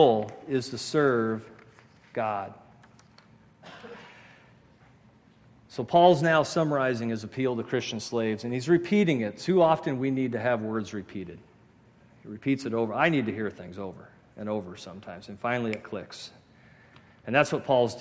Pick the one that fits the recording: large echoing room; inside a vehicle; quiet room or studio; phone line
large echoing room